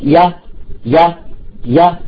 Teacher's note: اللسان يرتفع لفوق، تمام؟ من غير أن يلامس الحنك الأعلى، انتبه ما لامس الحنك الأعلى، شوف اللسان تحت ما زال تحت، تمام؟ · Term: ياء اللين